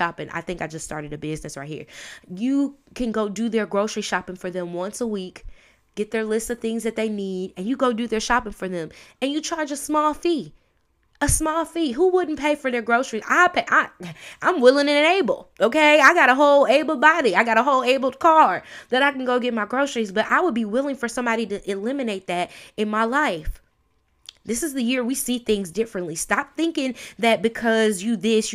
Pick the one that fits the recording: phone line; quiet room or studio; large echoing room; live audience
quiet room or studio